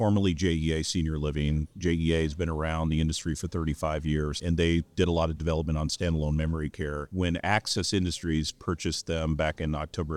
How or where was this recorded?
busy venue